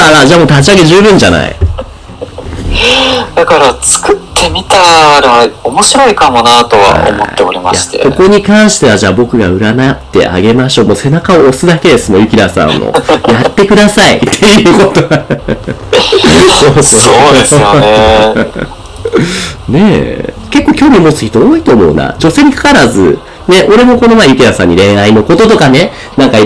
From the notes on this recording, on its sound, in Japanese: 今回機材トラブルで音割れが発生しております